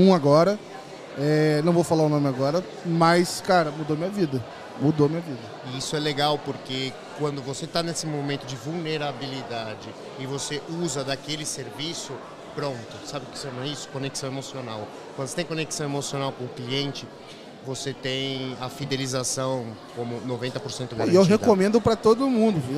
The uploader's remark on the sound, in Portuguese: Episódio gravado especialmente no Fintouch 2022.